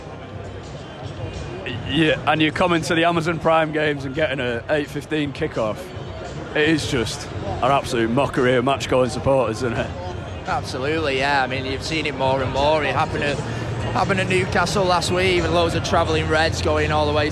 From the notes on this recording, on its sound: With sounds from Old Trafford and analysis pre-, mid- and post-match.